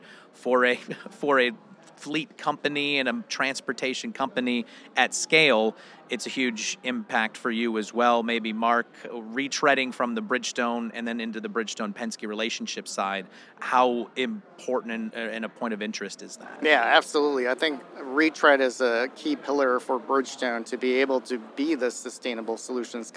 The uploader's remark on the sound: In this episode live from CES 2024